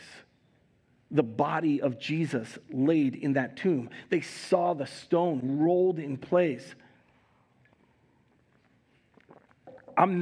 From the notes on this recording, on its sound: Recorded live at Word of Life Church in Le Sueur, Minnesota on April 17th, 2022